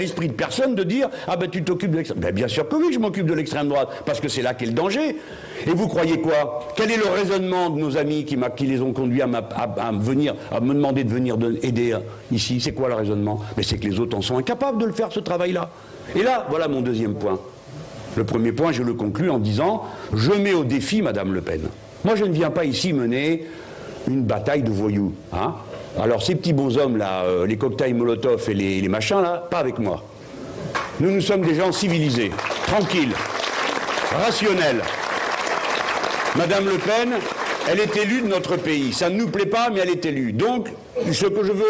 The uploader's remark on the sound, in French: Conférence de presse à Hénin-Beaumont dans le Pas-de-Calais